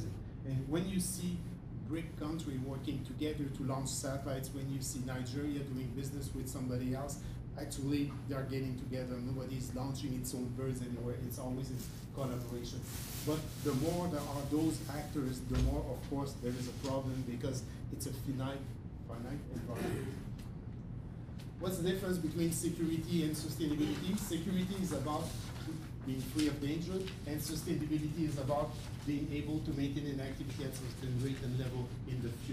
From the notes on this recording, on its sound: This podcast was recorded on July 10th at the bi-monthly meeting of the Canadian Space Commerce Association in Toronto.